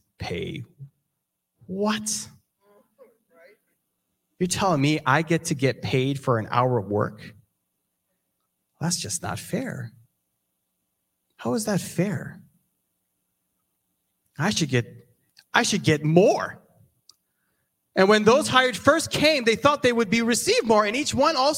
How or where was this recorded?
large echoing room